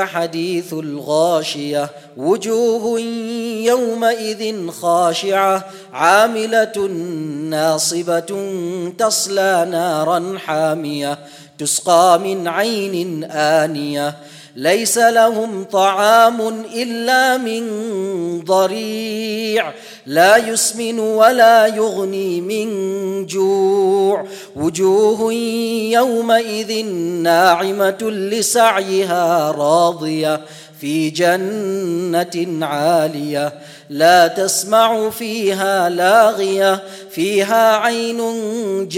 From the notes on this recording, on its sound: at the Houghton Masjid (West Street)